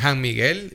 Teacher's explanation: En Málaga, por ejemplo, ellos comienzan las S como con J · Term: jejeo